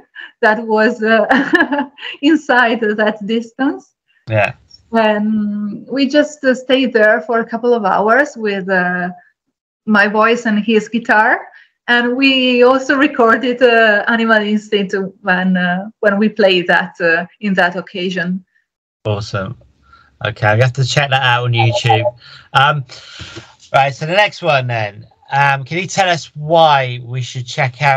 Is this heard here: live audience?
no